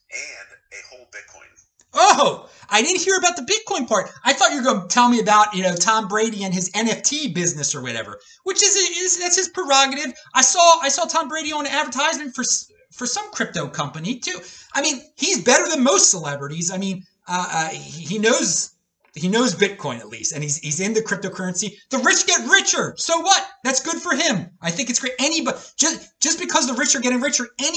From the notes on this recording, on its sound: This is a recording of a Bitcoin Twitter space